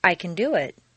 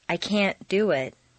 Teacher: Reduce the positive can to kun and stress the verb. · Shown in: first take · Make the negative can't sound very short and stress both can't and the verb.